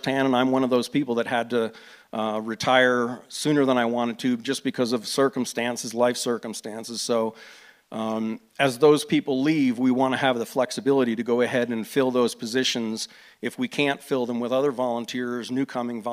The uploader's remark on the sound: KBUT was on hand to broadcast and record the Crested Butte News Candidates Forum held on Sunday, October 22, 2017.